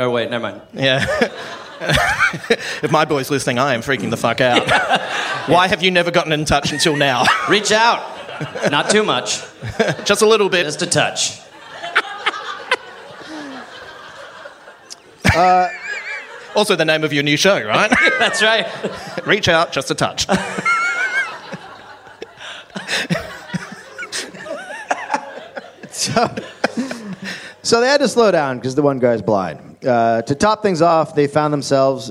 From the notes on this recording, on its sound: Live in Australia. Live from Mebourne, Australia.